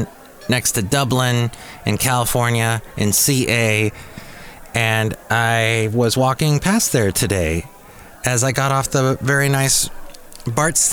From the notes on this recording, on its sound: podcasts live from Cafe Anyway